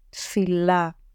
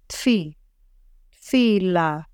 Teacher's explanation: it's easy to blend the taf and the fe. There's hardly any space between them.